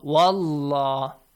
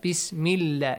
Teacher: If we have a fatha before the word Allah will be pronounced Allah, wallah, this way. Heavy. But if we have a kasra, lightly